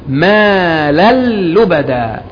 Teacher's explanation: هذا إدغام بغير غنة